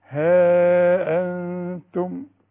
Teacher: والغنة مرققة، كل نون بعدها التاء، التاء مرققة